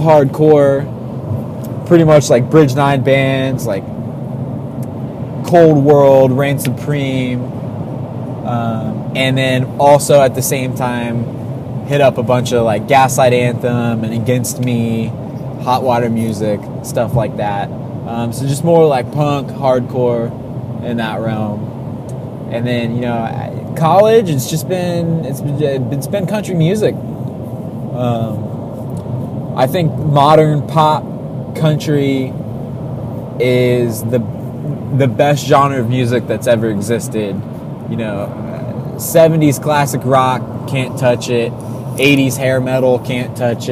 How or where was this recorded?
inside a vehicle